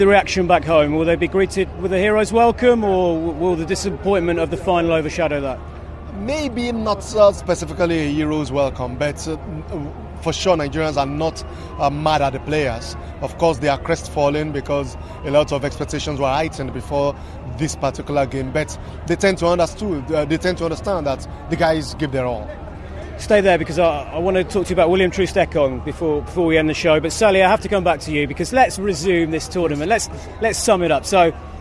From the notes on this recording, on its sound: Reaction from outside the Alassane Outtara Stadium in Abidjan.